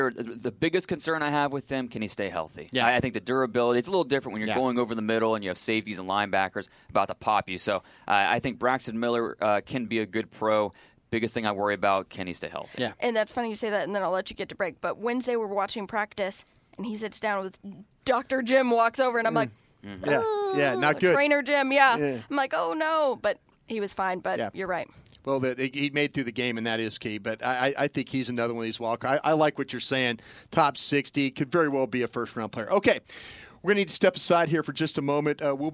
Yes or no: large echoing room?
no